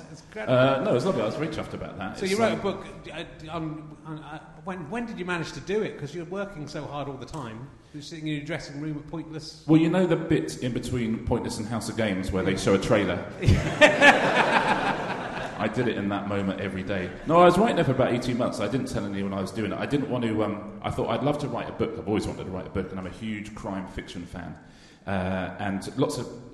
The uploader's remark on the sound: RHLSTP Edinburgh 2019. Played live in front of and then involving the audience.